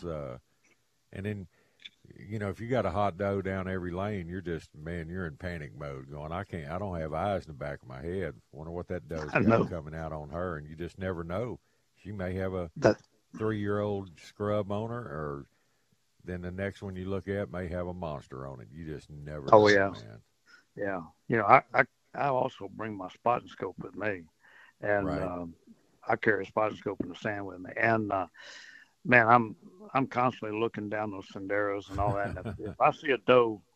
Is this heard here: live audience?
no